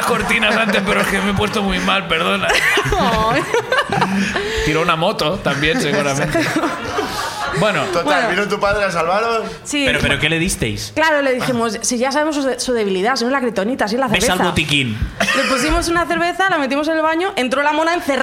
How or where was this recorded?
live audience